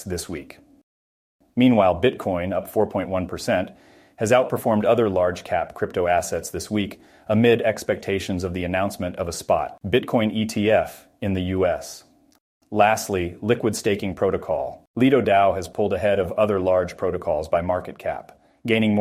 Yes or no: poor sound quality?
no